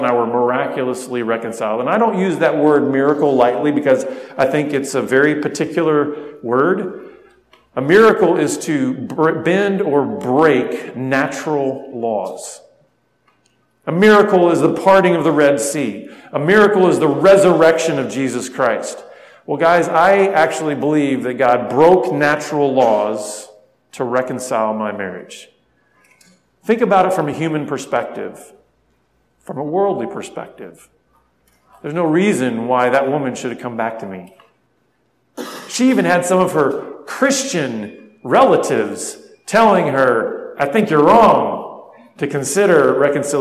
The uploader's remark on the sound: spoke at a men's conference